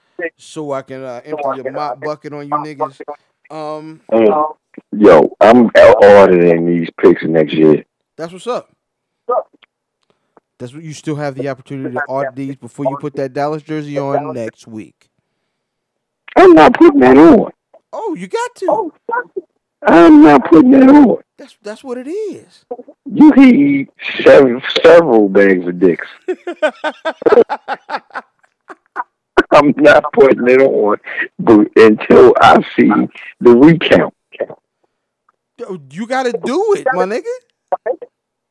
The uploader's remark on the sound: took a few moments to hop on the phone